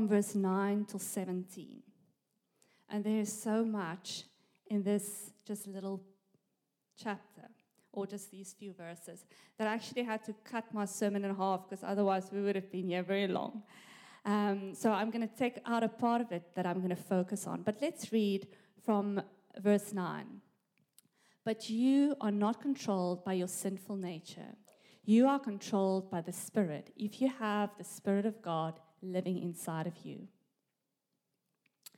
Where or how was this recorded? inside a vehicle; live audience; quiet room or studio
live audience